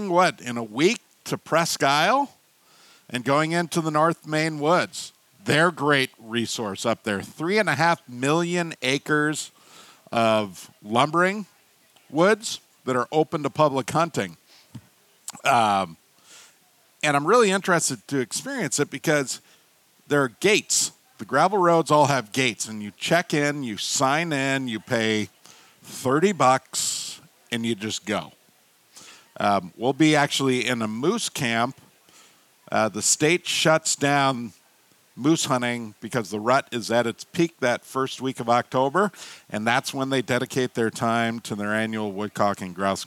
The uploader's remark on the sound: Live from Bear Cave Brewing in Hopkins, MN the entire Flush crew celebrates the start of a new hunting season answering questions from viewers and listeners, while sippin’ drinks with an audience of hunters.